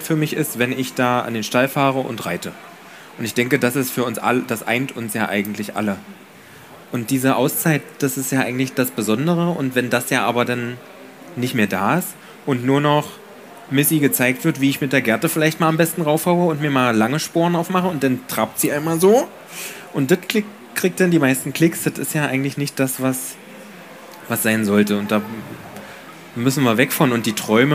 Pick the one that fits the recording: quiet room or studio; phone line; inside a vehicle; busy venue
busy venue